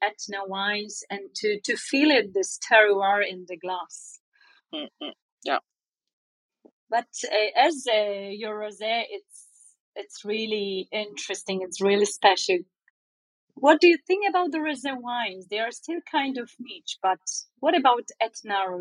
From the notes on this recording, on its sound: Clubhouse Ambassador's Corner. These sessions are recorded from Clubhouse and replayed here on the Italian Wine Podcast!